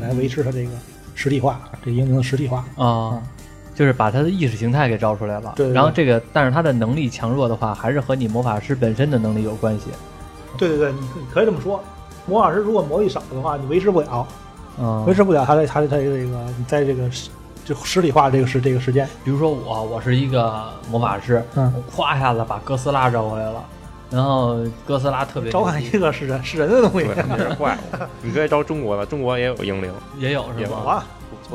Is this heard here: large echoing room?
no